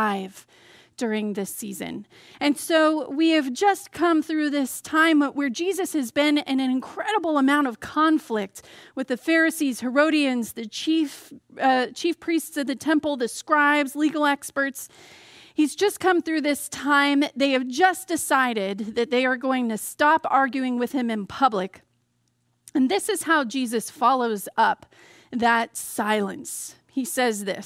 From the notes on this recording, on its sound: Message delivered during the Contemporary Worship Service. San Marino Community Church.